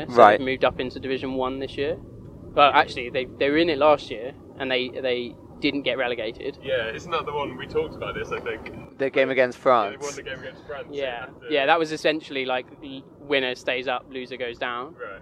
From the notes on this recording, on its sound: This week we're out and about! Invited us to join him for a Coventry Blaze ice hockey match, so we grilled him in the car ride home and got all the juicy goss.